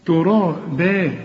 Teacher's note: هنا الراء مفخمة بالمد كمان بتاعها، إنما الباء مرققة